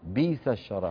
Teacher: سمعناها تقول بئس الشراب بإبدال همزة بئس ياء ساكنة